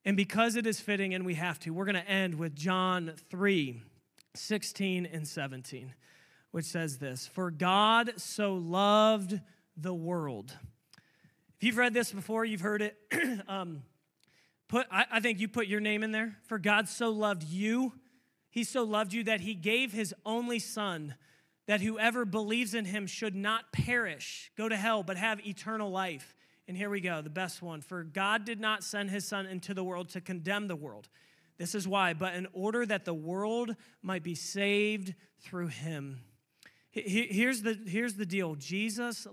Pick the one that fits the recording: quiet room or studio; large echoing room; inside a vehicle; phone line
large echoing room